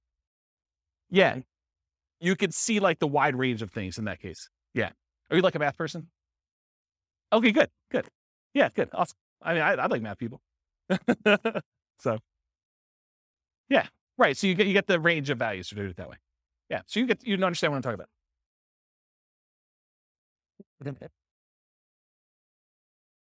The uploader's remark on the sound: This was a live class recorded to give investors a solid overview of the house hacking real estate investing strategy. Live in-person version.